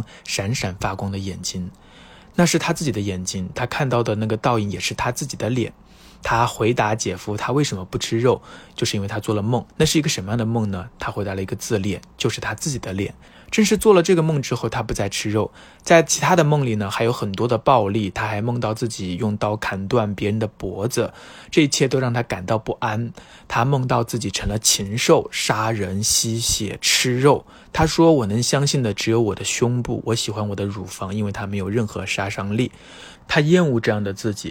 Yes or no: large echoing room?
no